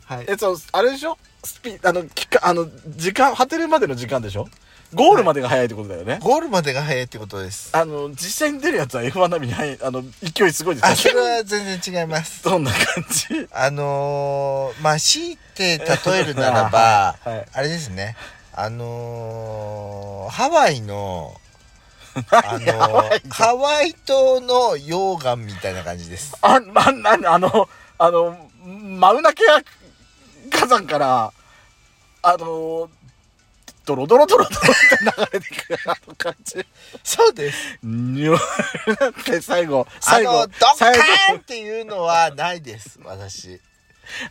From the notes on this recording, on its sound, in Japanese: 2人組。パーキング収録。